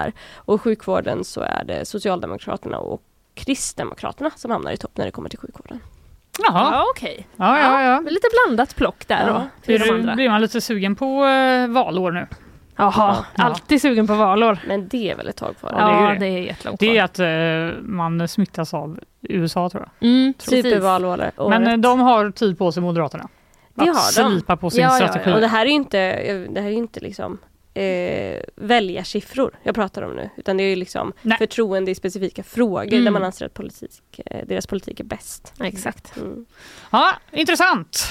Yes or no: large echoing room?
no